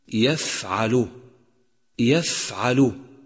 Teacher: النفس مع حرف الفاء وهو من حروف الهمس في يفعل يفعل، لاحظ كيف جرى النفس مع حرف الفاء الساكن عند النطق به